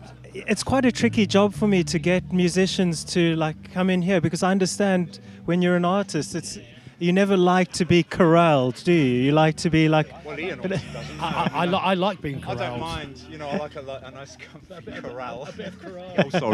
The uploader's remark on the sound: These are the conversations recorded on the second of two days at the Riverside Festival, Charlbury, Oxford. Following their performances on the main stage.